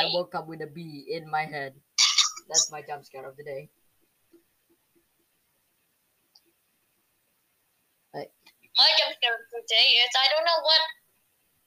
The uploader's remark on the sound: Sorry for the weird crackling.